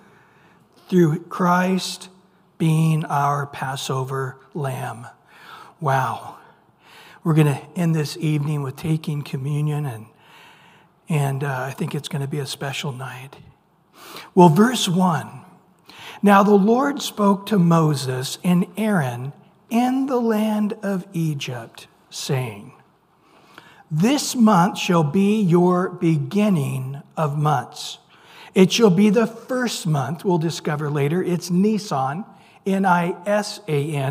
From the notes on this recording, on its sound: Recorded at Calvary Chapel of Los Alamitos on May 10 2023 on Wednesday evening sermon. Recorded at Calvary Chapel of Los Alamitos on May 10 2023 on Wednesday evening sermon.